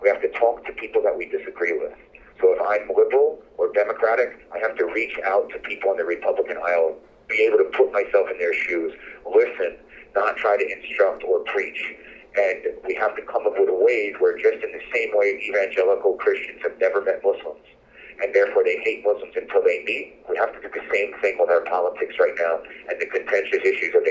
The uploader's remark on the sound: He joined me by phone from Jordan.